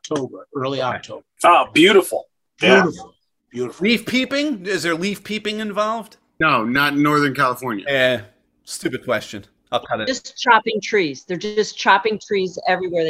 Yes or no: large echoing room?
no